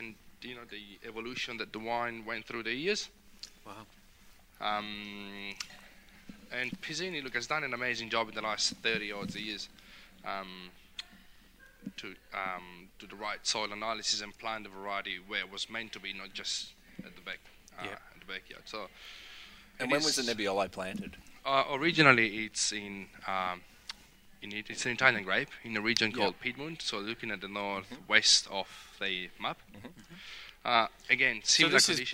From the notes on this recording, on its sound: King Valley Outside Broadcast.